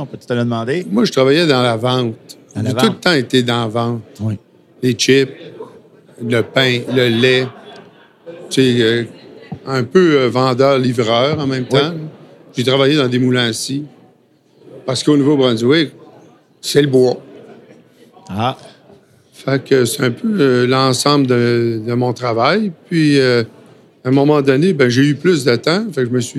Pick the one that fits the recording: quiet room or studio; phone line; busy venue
busy venue